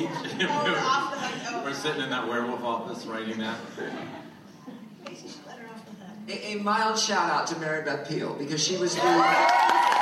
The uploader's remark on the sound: Recorded at ATX Television Fest in June 2015.